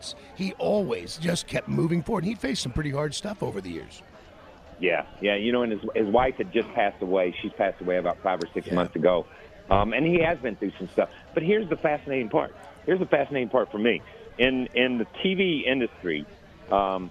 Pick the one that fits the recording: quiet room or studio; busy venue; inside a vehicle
busy venue